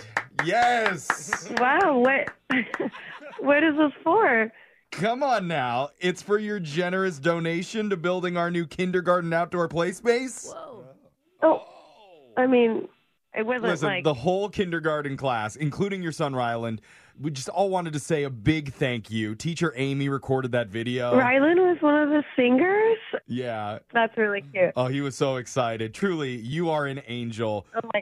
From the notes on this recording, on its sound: Phone Tap